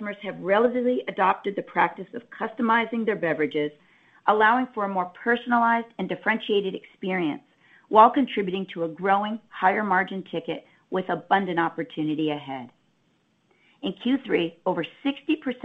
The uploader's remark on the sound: Q3 Fiscal Year 2023 Earnings Conference Call of Starbucks Corporation.